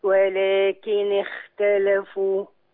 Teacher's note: الخاء الساكنه دي بتاعت اختلفوا قبلها كسر النون، فلما اجي اوصل كسر النون مع الخاء، الخاء ما تعلاش مني، اسمه تفخيم نسبي